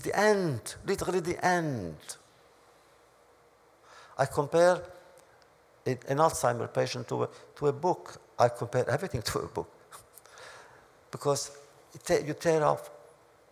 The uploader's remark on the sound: This audio podcast was recorded at the Academy of Achievement's 2007 Summit in Washington, D.C. In a wide-ranging address to the Academy's student delegates.